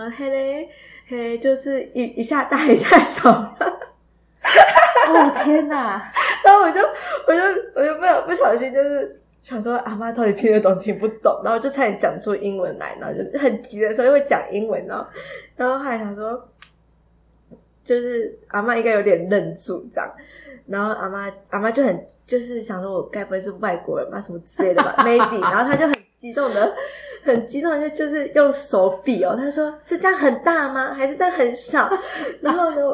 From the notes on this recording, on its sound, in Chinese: 這集有較多雜音